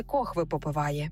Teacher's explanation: ми у цьому слові чуємо «хви», а це особливість південно-східного наріччя української мови